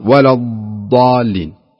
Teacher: الاستطالة المقصود فيها أن يمتد اللسان يمتد اللسان على الأضراس يمتد اللسان على الأضراس ويكون مشدود لأنه حرف استعلاء